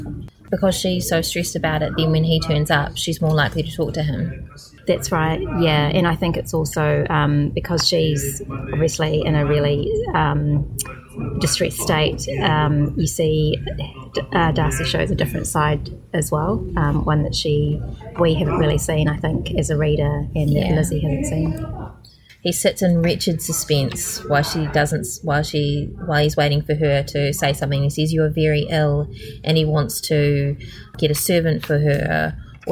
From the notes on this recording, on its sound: Coming to you from the National Library of New Zealand. Lots of background noise!